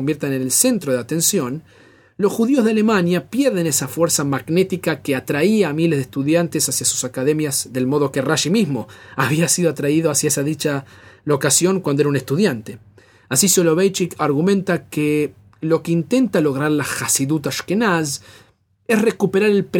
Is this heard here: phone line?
no